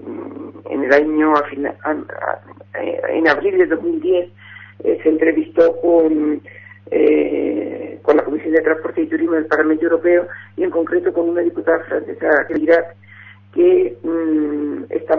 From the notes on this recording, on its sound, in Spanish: Entrevista telefónica. "Canarias en la Onda en Verano" de Tenerife Radio - Onda Cero.